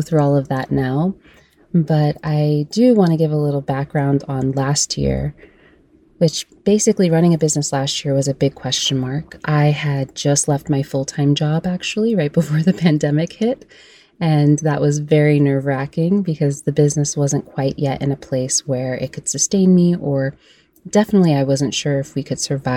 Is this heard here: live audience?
no